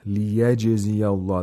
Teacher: It has to be heard. We have to hear the sound of jim, so we apply qalqala in order for that to happen.